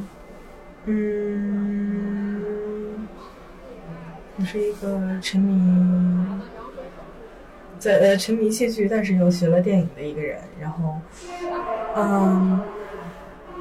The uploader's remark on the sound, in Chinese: 我们在北京天桥艺术中心搞了件大事——发现喜剧周。在那里我们搭起了一个电话亭。观众走进电话亭聊聊自己。受限于收音条件，背景音会有些嘈杂。